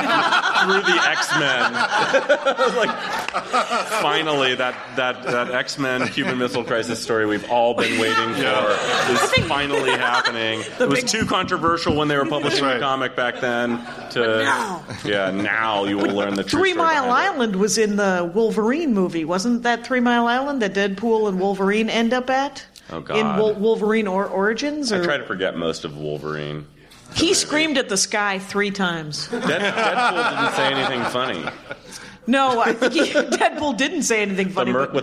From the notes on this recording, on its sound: This is the first LIVE Dork Forest. In Seattle, before a live audience.